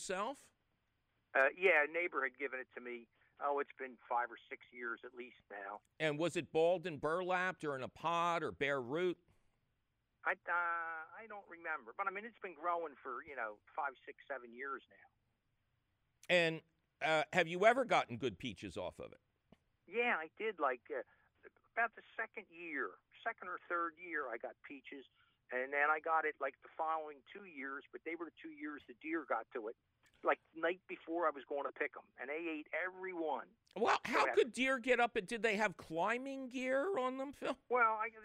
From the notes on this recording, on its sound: Takes your phone calls.